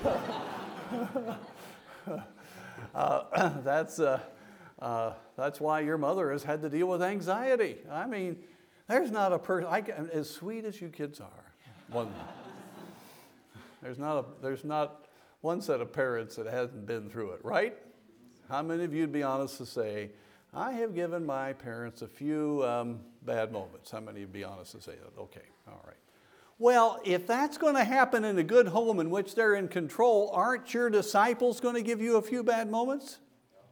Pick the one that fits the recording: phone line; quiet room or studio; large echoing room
large echoing room